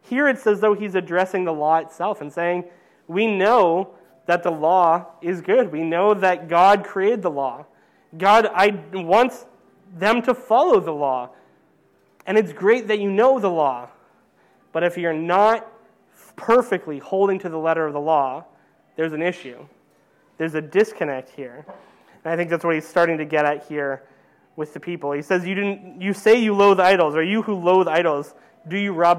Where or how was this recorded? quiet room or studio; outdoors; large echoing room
large echoing room